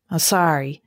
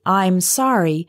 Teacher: he spoke quietly and not clearly without opening his mouth very much. · Shown in: first take